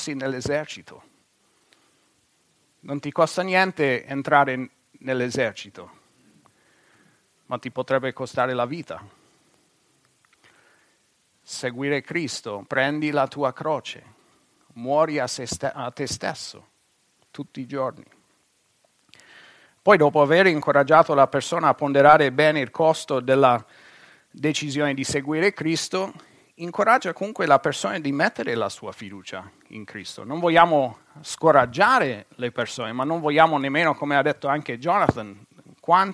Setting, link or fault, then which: setting, large echoing room